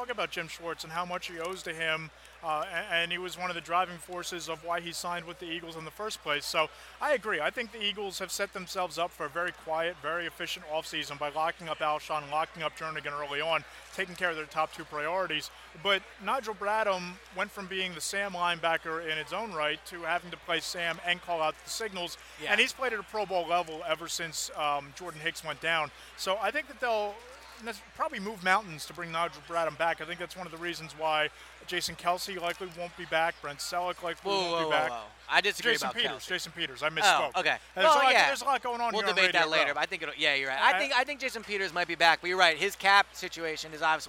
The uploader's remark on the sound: Day 4 from Radio Row at the Super Bowl.